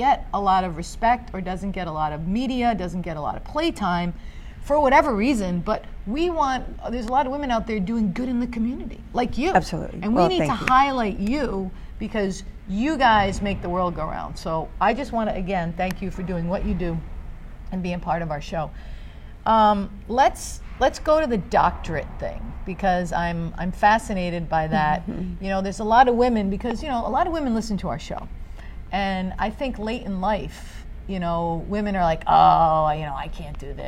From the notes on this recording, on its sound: Live from AdventHealth Center Ice